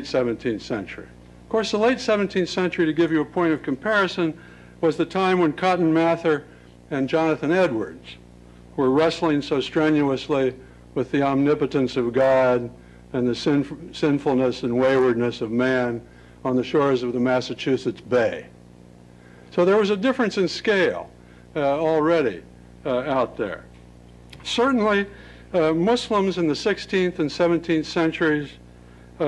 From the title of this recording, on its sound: Lecture at Stanford